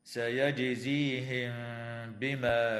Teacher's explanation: تقلقل الجيم في كلمة سيجزيهم وتخفى الميم الساكنة مع الغنة عند الباء